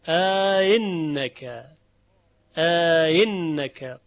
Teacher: همزه اول با تحقیق خونده میشه ا، ادخال الف هم صورت میگیره ا، همزه دوم به تسهیل